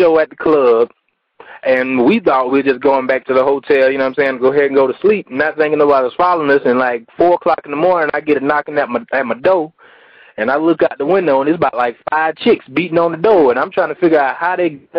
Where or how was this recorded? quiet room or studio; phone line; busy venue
phone line